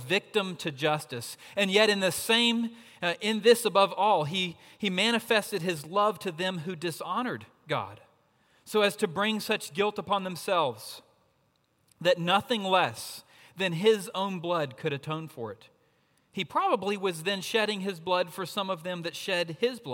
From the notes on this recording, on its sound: at Redeemer Presbyterian Church in Charleston, SC.